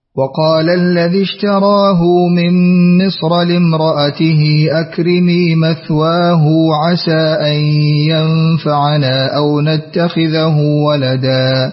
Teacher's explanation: قرأت بصلة هاء الكناية في قوله اشتراه، وكذلك في قوله مثواه